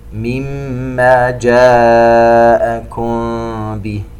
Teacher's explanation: فما زلتم في شك، ميم ساكنة وبعدها حرف الفاء إظهار، مما جاءكم به، ميم مشددة تغني بمقدار 2 حركات